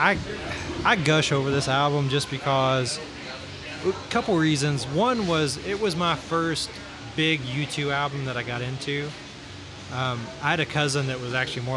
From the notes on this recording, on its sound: Another fantastic live show from White Squirrel Brewery in Bowling Green, KY!